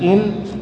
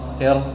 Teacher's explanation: فمخرج الراء من طرف اللسان بعد مخرج النون قليلا مائلا، يعني اللسان أو طرف اللسان مائلا إلى ظهره قليلا، مع ما يحاذيه من الحنك الأعلى واللثة العليا. فمخرج النون طرف اللسان مع الحنك، لكن الراء لا بد أن تقلب لسانك قليلا إلى الخلف، يعني تميل اللسان قليلا إلى الخلف حتى تخرج الراء، فتقول إر، كانت إن، فإذا قلبت اللسان إلى الخلف صارت إر، أي أذكر حرف الراء.